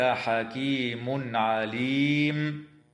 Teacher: التنوين من كلمة حكيم جاء بعده حرف العين، فحكمه الإظهار الحلقي